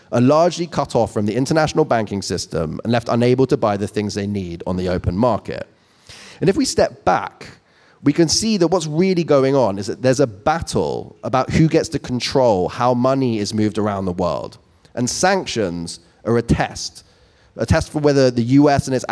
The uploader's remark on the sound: joined us live on-stage in Shoreditch